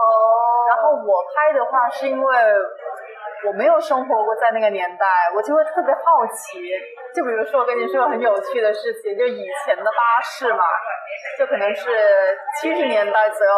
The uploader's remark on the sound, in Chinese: 在我邀约后就请求能不能把她最喜欢的红绿灯声音放进来。本来我们约在西九龙的海滨听着海浪聊天，但那天突然下大雨，临时转到室内，由于技术原因，第一次外景录音，声音质量在修复之后还是不尽如人意。